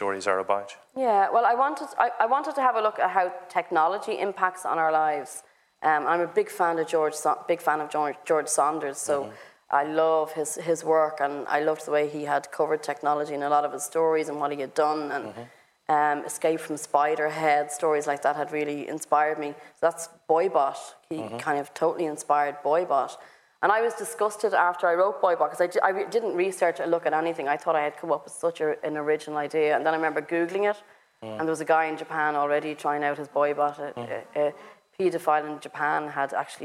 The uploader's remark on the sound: At the Mountains to Sea festival in Dun Laoghaire. Thanks to Mountains to Sea for facilitating the event at short notice.